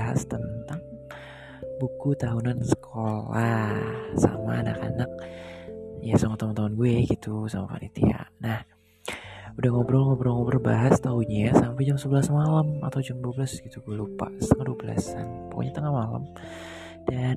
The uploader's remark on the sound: sorry for those noises:(